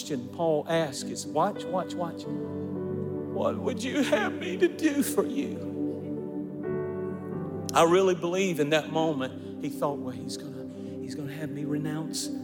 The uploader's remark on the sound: recorded at our Divine Conference